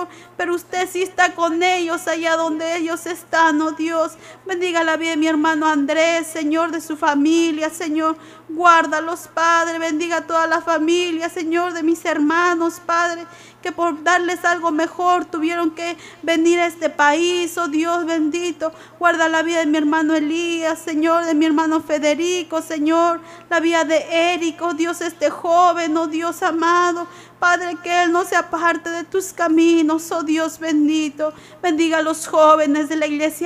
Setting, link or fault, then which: setting, large echoing room